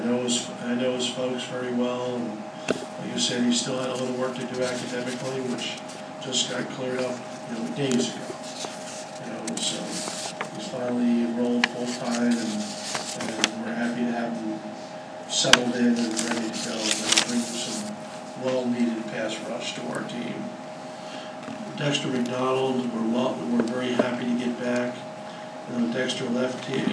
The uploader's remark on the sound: hosted a news conference